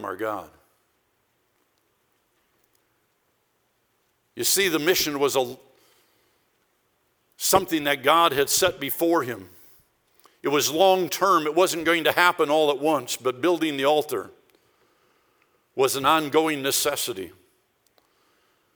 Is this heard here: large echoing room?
yes